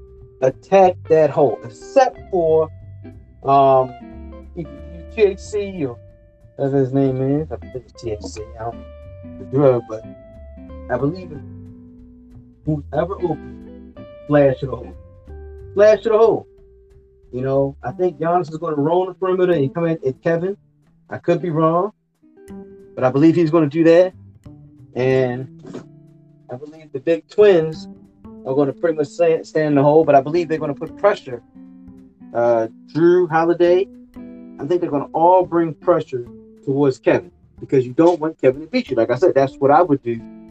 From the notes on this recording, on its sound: don't kill me for the sound